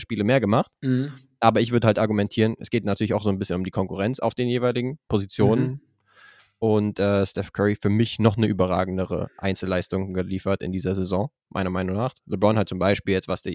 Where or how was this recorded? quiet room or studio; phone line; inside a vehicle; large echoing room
quiet room or studio